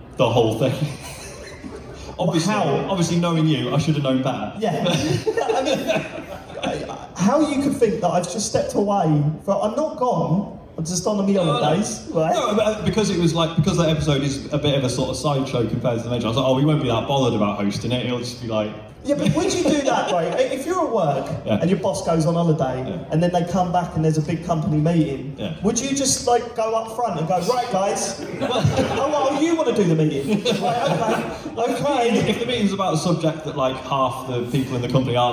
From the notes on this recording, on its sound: Live at EGX Rezzed 2019.